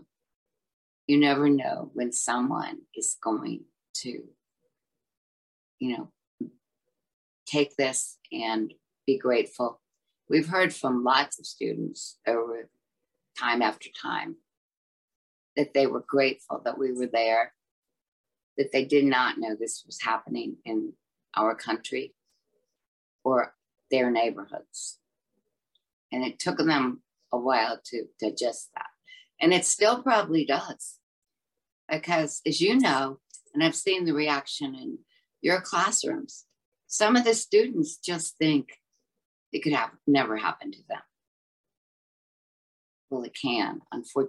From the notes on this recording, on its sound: In a conversation recorded last month over Zoom.